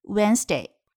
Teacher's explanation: 注意这个词里面的 d 在其中是没有发音的 · e 发的是三号元音的，也就是我们的口型比较小的 i · IPA: [ˈwenzdɪ]